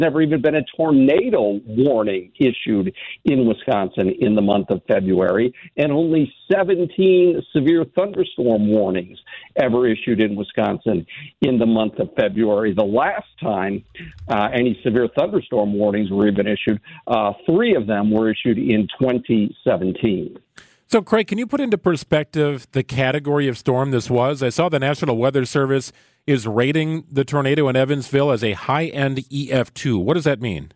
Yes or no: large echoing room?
no